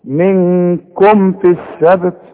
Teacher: الميم اللي عليها السكون اقفل فيها شفايفك اظهرها · Term: اظهار الميم